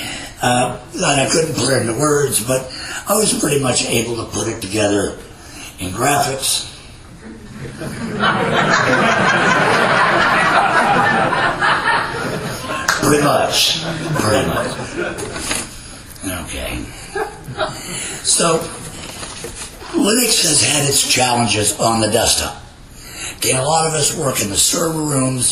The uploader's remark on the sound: the closing keynote at Ohio LinuxFest 2014 on 10/25/14